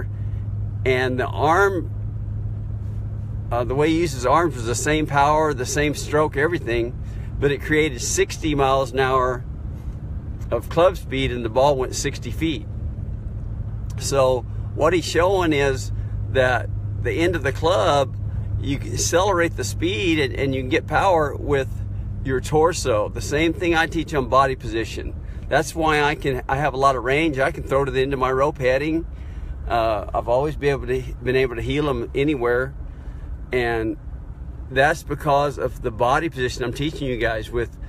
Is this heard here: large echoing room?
no